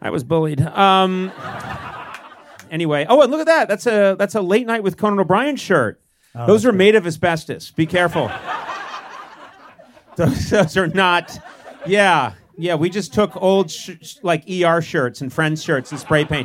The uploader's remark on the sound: Live from the SiriusXM Garage